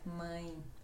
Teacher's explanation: no Brasil os sons nasais são um pouco mais fortes